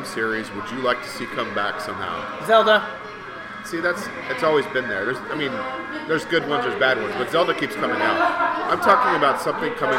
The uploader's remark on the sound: we are live from another brewery